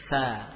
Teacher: Jadi intinya bahwa menebalkan huruf itu, ya, adalah dengan mengarahkan suara, ya. Jadi suara sin dikatakan tipis karena arah suaranya ke bawah